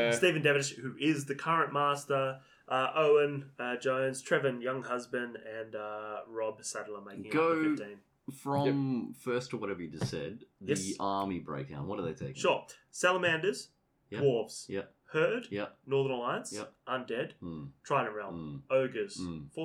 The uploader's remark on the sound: Aussie Cok 2024, Day 1! Audio quality will drop, and profane exclamations will be in abundance.